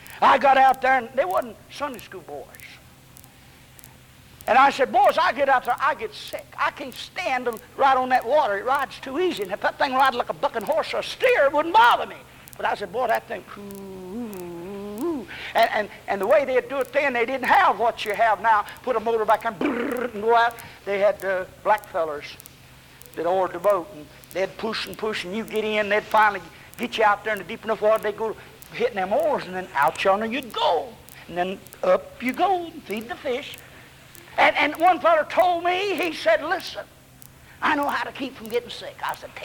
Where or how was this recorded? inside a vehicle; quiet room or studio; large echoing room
large echoing room